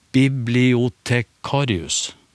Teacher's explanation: Hvis vi går tilbake og tenker oss det heter bibliotekarius, da må vi legge trykk på kar der.